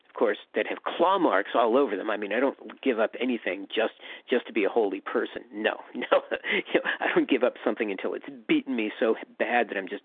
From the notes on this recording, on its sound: From the 100 Pounders Phone Meeting.